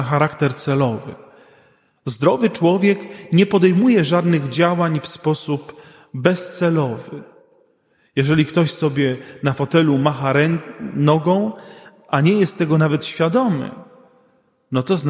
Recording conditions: large echoing room